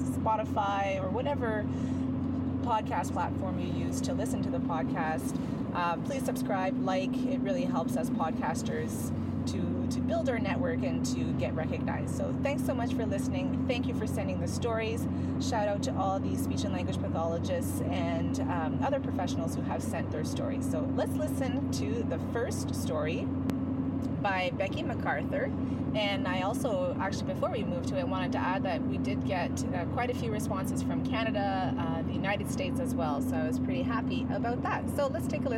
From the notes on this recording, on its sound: You will hear the sound of my vehicle running in the background whenever I speak. That’s because my family and I were on our way to pick up our new Australian Shepherd puppy named Finley while I was working on the episode.